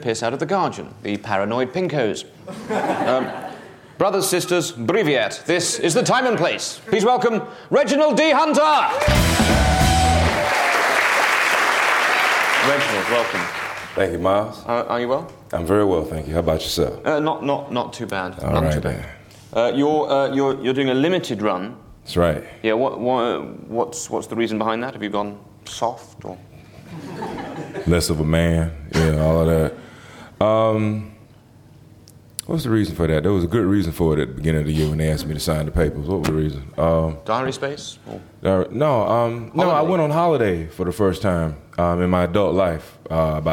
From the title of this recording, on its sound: Edinburgh festival podcast: The Guardian Live at the Gilded Balloon